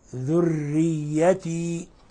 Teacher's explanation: ومن ذريتي، ولاحظوا إخواني كيف نرقق الراء، ذريتي، لأن الراء مكسورة كسر خالص، كسر لازم فترقق